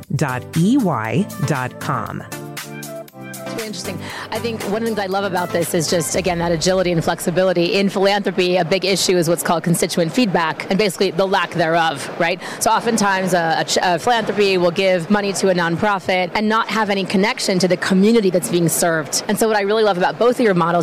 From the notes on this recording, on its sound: Live from Consensus in Austin, Texas